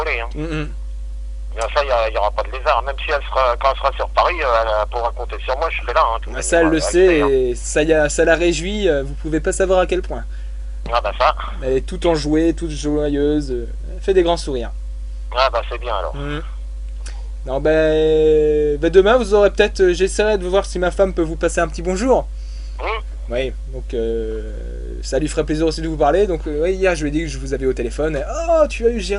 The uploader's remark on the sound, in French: en Prive au Telephone